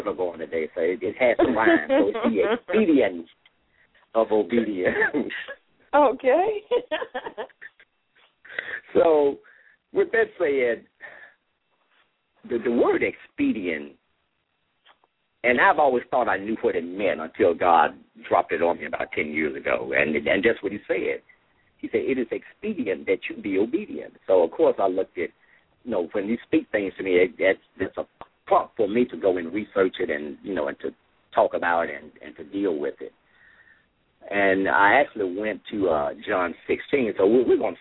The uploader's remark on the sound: LML uses a progressive live call in format.